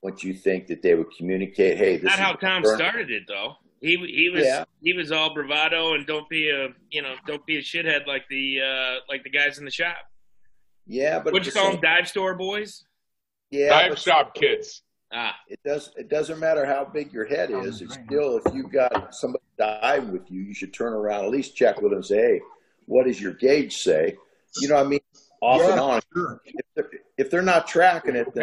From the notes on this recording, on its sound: The friends and fans that joined us for this Zoom party. We had a lot of fun recording this with you all.